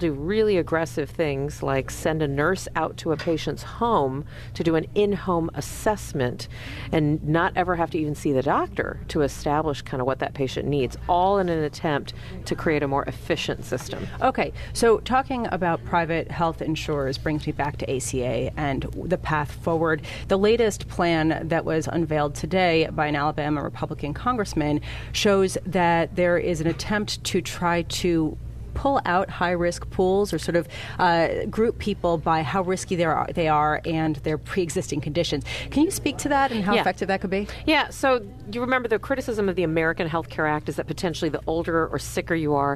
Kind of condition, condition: setting, busy venue